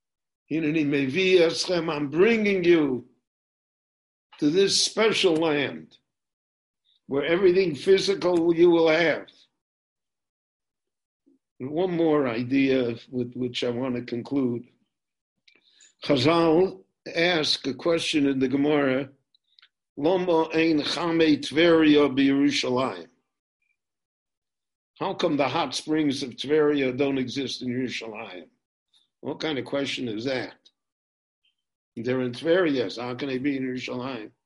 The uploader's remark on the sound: This lecture on Parshat Ekev was recorded LIVE via Zoom in Jerusalem.